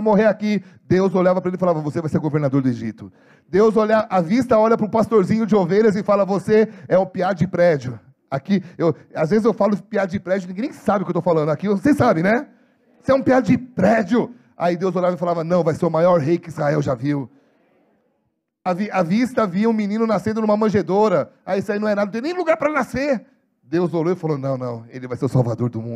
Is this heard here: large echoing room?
yes